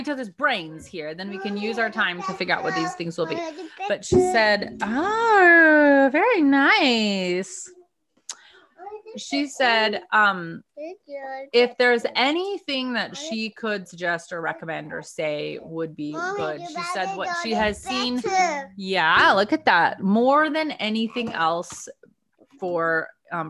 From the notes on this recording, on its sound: Notes from a video and zoom call with the lady herself.